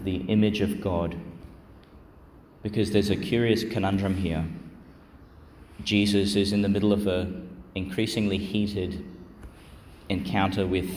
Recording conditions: large echoing room